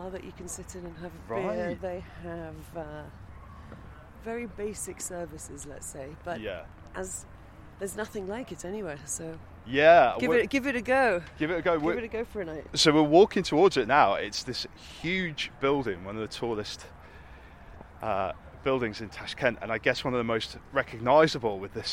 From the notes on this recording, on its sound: Record some on the hoof meanderings while I criss-crossed the Uzbek capital of Tashkent with some fellow fans of Soviet modern architecture and design. Then we head out of town to see the weirdest thing I've possibly ever seen - a USSR science project helmed by a 20 storey high sunscope on a mountainside in the desert.